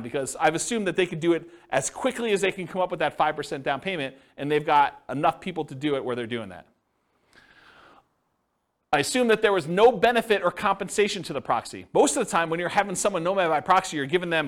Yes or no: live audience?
yes